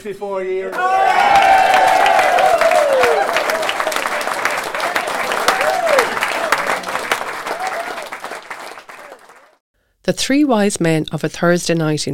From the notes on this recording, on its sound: Celebrates one of the longest running Thursday night sessions in Ireland that takes place at Shortt’s Bar, Feakle, Co. Content recorded at Shortt’s Pub between September and December 2023.